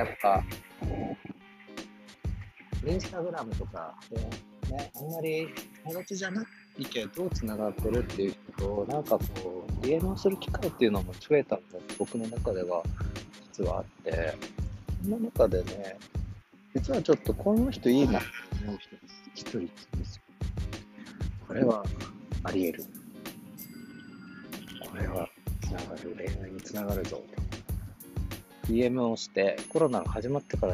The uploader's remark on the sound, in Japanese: 川沿いでの収録のため風の音が少し入っちゃいましたが、ポカポカ陽気の中収録しましたよ〜。